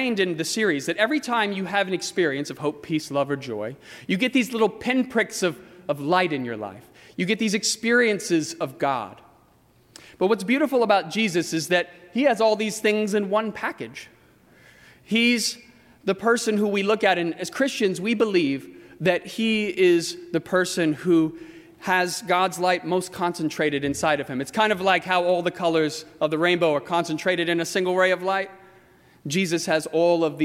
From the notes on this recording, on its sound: during the 8:00 PM Christmas Eve service on Sunday December 24, 2018, at First Presbyterian Church of Arlington Heights, Illinois.